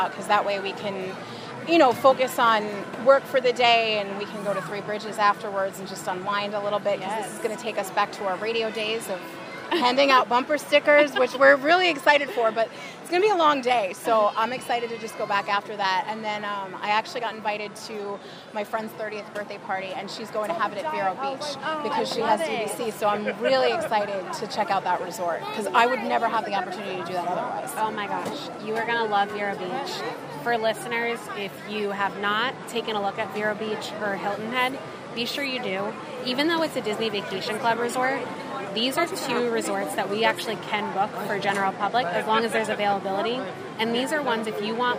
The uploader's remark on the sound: live from EPCOT